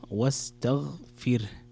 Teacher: لابد أن تكسر الفاء وترقق الراء